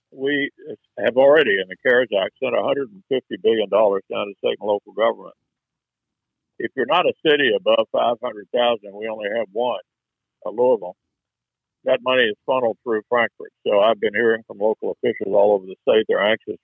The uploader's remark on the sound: via phone